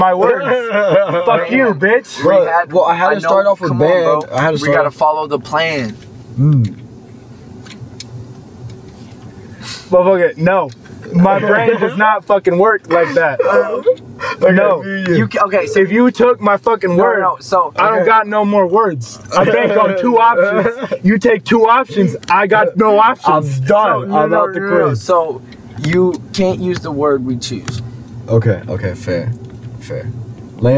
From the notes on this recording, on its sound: we record in a car!